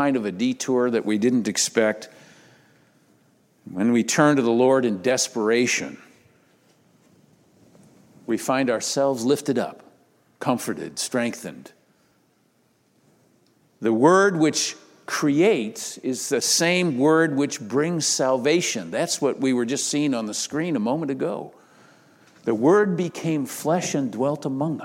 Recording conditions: large echoing room